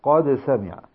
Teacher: القلقلة الصغرى وهي الدرجة الثالثة، وهي في الساكن غير الموقوف عليه